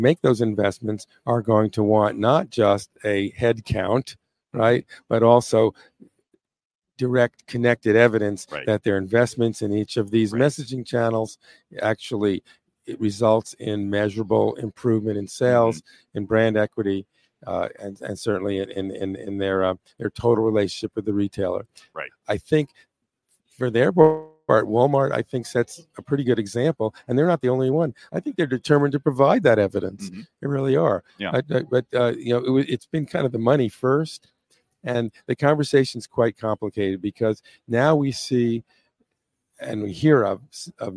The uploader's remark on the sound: RetailWire Live at NRF 2024